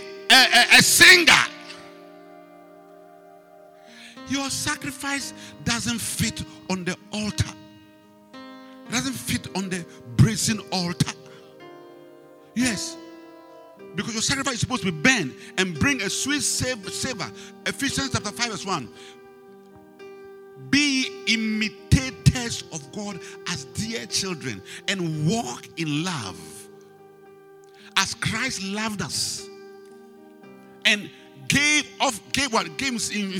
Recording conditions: large echoing room